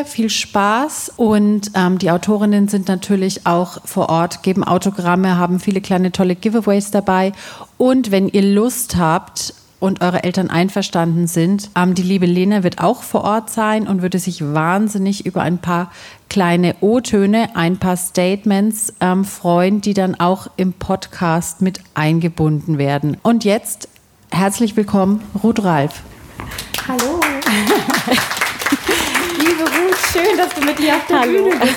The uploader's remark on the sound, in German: Diesmal live von der Frankfurter Buchmesse. Bei der Magellan-Lesung auf der Frankfurter Buchmesse.